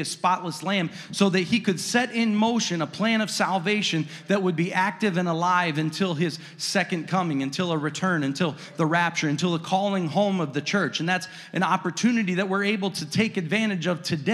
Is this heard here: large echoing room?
yes